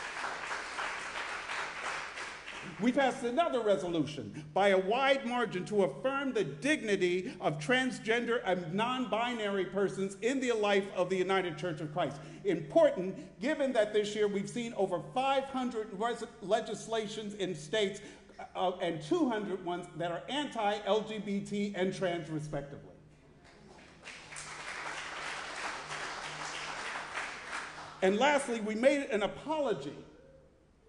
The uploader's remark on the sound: Sermon preached at RCHP on July 16, 2023.